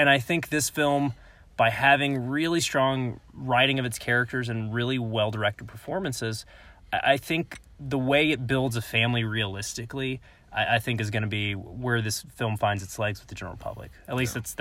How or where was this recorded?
inside a vehicle